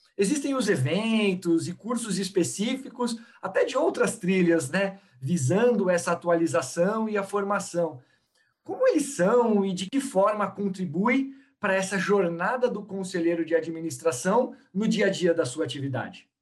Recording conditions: video call